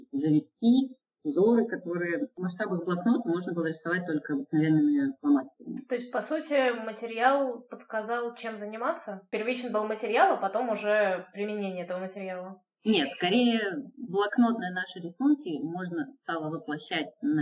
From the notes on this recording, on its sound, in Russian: качество записи немного отличается от обычного